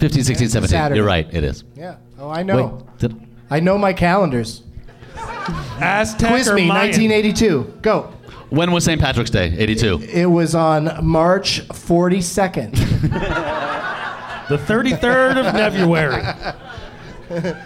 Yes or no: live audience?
yes